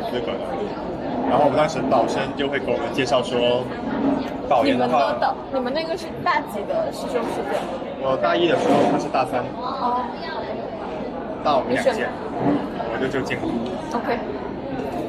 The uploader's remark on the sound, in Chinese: 是朋友来学校附近找我吃饭，顺便的聊天录音。环境嘈杂，多多包涵。